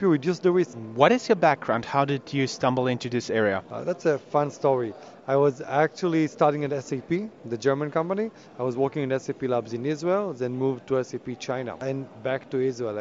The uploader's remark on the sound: Roadtrip Interviews from #CODE_n Festival. Four short interviews in English, within this audio file.